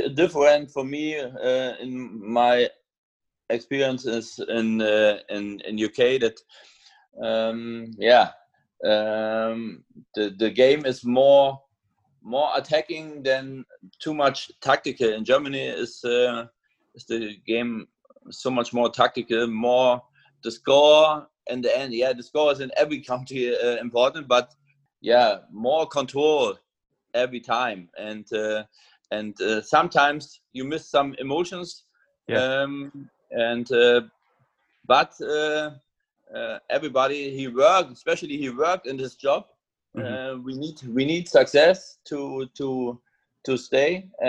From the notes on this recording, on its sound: We caught up over Zoom to talk it all through.